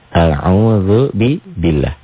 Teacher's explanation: Lafaz Allah dibaca tipis. Bunyi A. Karena sebelumnya berbaris di bawah. Atau kasrah.